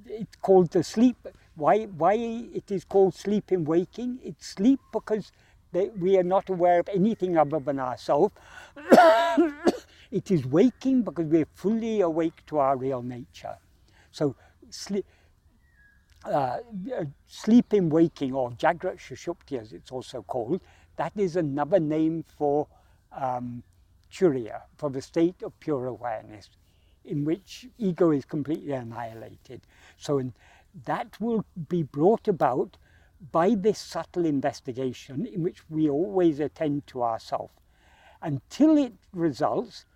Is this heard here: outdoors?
yes